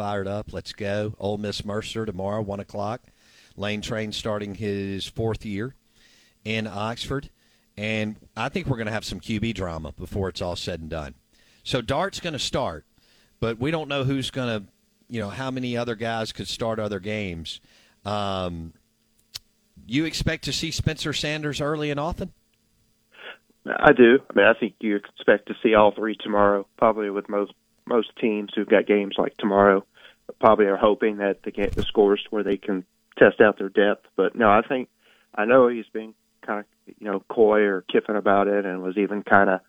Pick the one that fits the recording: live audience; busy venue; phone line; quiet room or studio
phone line